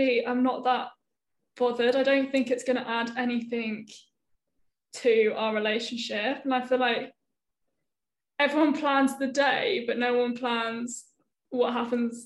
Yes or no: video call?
yes